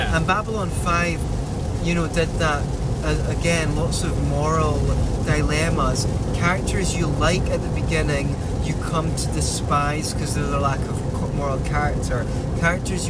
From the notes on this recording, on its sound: We try to record while driving in the rain.